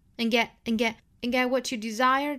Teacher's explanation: 这个 and 尾部的省读 and 弱读成 n